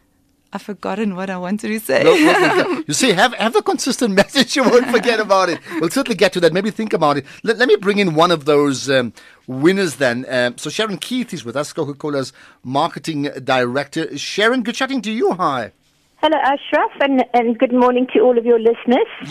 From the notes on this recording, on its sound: GUEST (Phone).